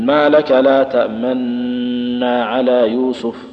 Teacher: والوجه الآخر أنك تدغم لكن تشير فقط إشارة من غير أن يظهر لها أثر في النطق على خلاف، تقول ما لك لا تأمنا على يوسف، بعد ما تخلص من الغنة تضم شفتيك ضمة بحيث يعرف السامع أنك يعني أن هذه النون مضمومة · Term: إشمام